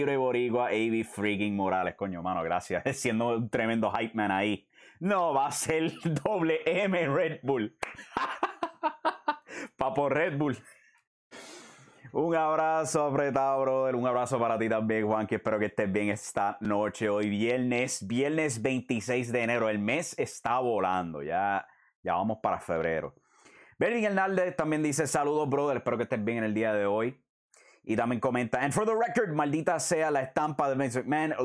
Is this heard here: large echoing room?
no